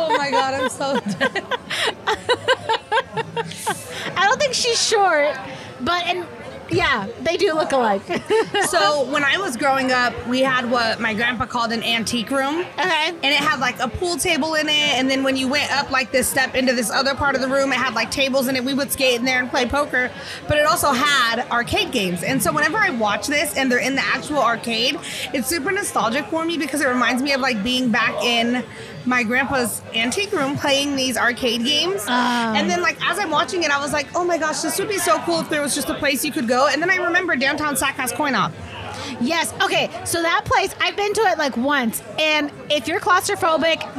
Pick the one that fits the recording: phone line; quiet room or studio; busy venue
busy venue